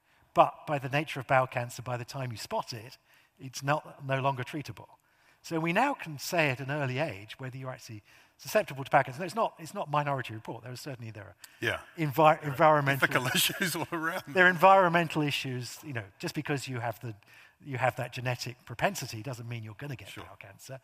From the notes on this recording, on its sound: a highlight from the 2023 Auckland Writers Festival